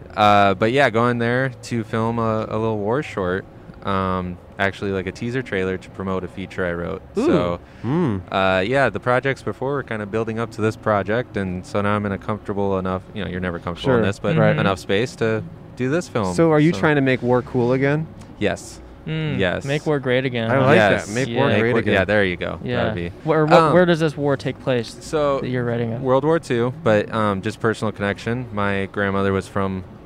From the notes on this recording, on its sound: We set up outside the iconic shoe store Skechers. Recorded on N San Fernando Blvd in Burbank, CA.